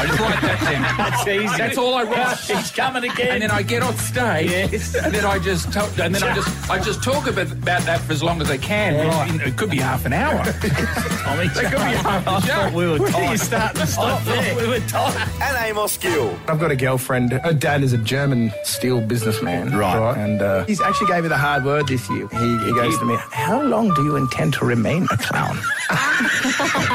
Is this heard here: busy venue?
yes